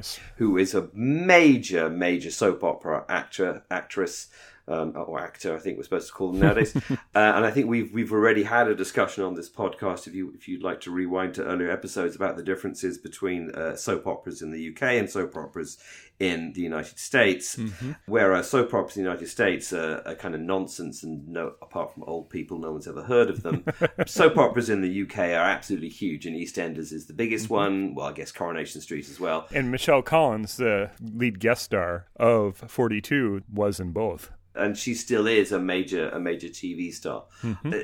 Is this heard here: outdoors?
no